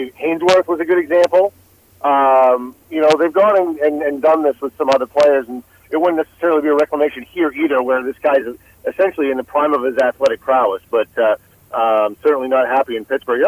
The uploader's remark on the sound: Boston Herald Sports Editor. Calls in to give his take on the Patriots, Celtics and Red Sox!